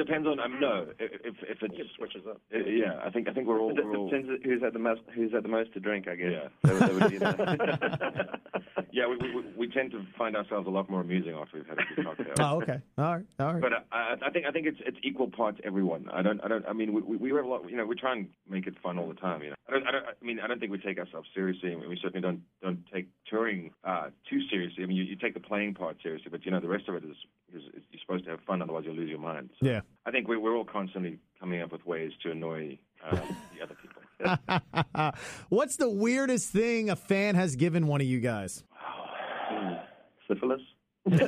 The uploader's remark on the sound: on the phone